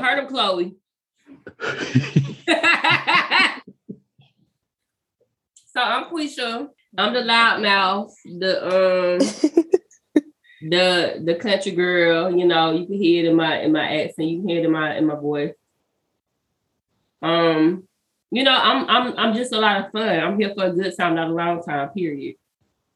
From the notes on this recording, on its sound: Please bare with us as we had several audio issues this episode.